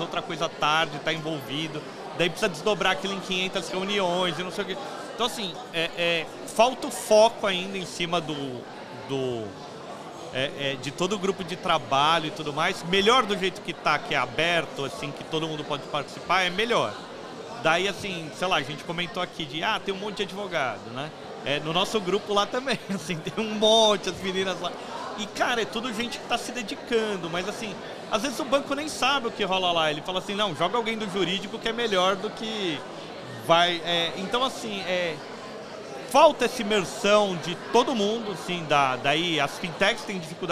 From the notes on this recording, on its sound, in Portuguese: episódio gravado especialmente no Fintouch 2022